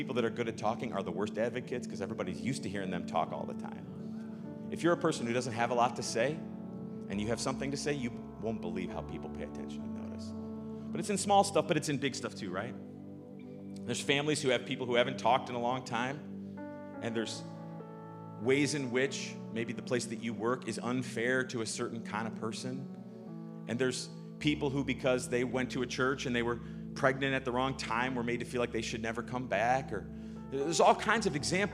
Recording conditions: large echoing room